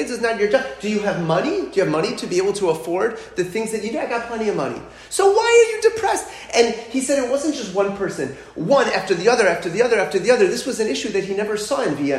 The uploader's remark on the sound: Talk delivered to Emet Outreach